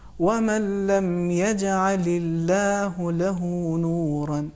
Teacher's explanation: یجعل اللہ میں لفظ جلال اللہ کی ترقیق ہوگی · چونکہ اللہ سے پہلے والے حرف پر زیر ہے کسرہ ہے تو لفظ اللہ کو ہم باریک پڑھیں گے